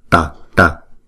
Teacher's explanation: Chữ T này nè là chúng ta phải cong lưỡi lại và búng ra